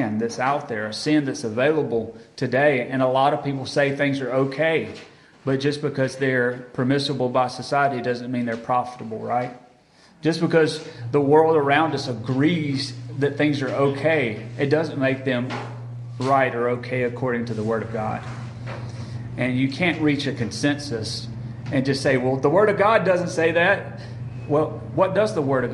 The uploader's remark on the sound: Recorded at Friendship Baptist Church on September 14, 2022.